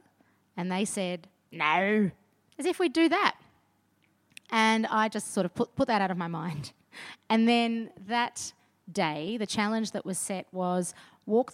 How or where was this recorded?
live audience